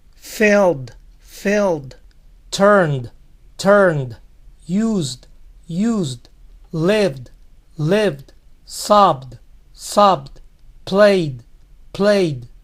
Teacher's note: Este tipo de verbos tiene una manera diferente de pronunciar la ED. Solo la pronuncian como una D.